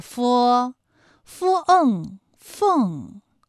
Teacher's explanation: 佛的发音技巧呢，是你要上牙轻触着下唇去发音